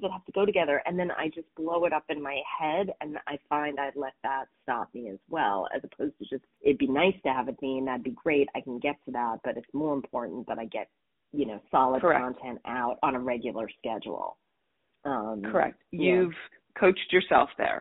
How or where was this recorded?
phone line